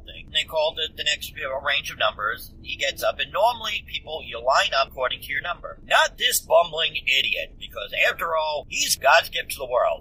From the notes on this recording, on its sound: Because of this live non-studio edition, there may be some background noise.